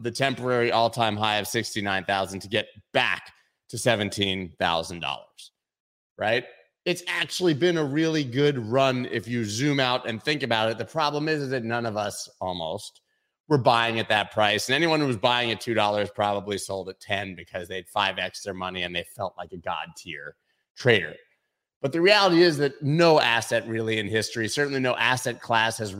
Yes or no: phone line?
no